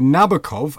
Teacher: Englishmen say Nabokov, accent on the first.